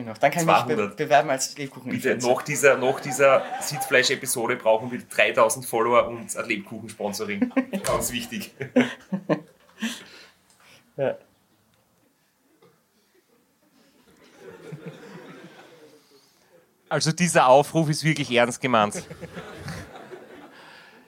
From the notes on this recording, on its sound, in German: Live Aufzeichnung im Grazer Orpheum Extra. Der Abend wird mit Fragen aus dem Publikum, und einer Audio Nachricht.